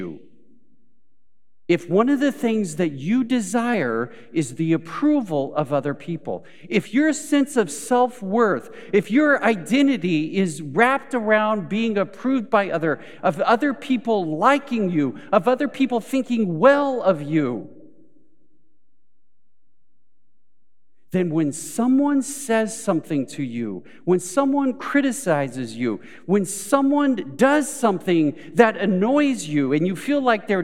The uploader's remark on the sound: Recorded live at Beatitudes Church in Phoenix, AZ